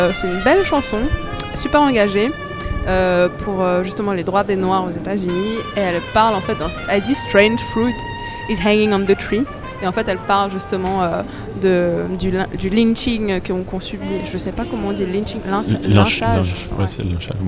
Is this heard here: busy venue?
yes